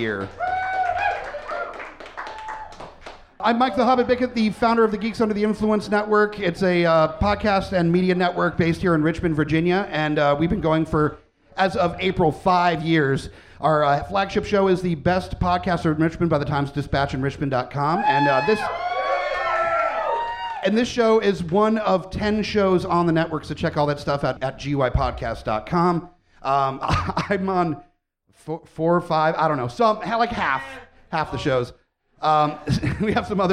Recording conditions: live audience